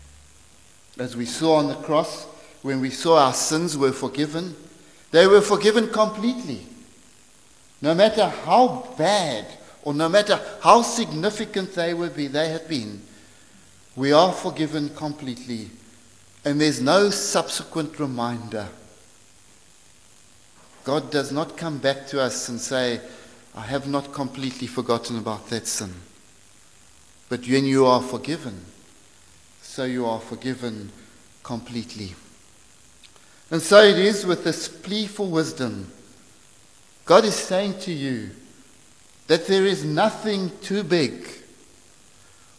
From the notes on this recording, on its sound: Preached at St Marks Methodist, Cape Town.